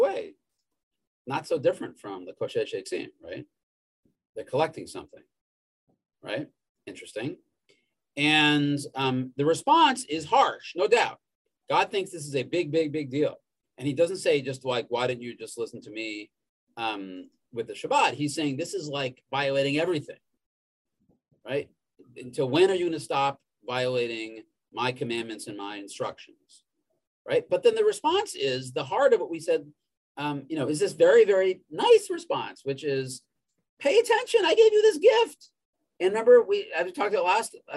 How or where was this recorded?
video call